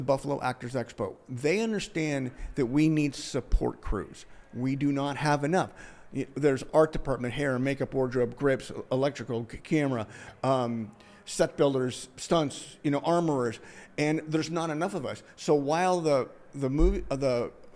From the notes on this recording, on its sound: LIVE FROM THE CASTING BUFFALO ACTOR EXPO 2023